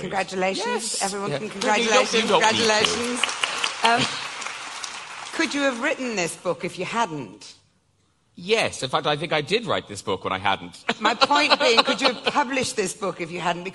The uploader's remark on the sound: live at an evening event at the Cheltenham Literature Festival